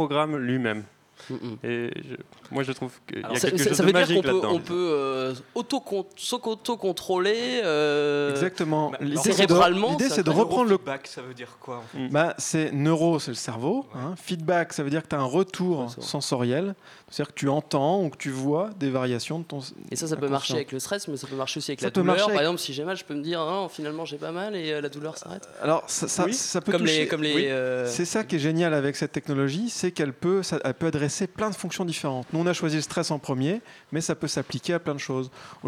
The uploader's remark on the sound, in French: RCP est en direct du pub parisien le Highlander pour une soirée neurosciences. Entre deux bières, des chercheurs nous parlerons de leurs dernières découvertes scientifiques.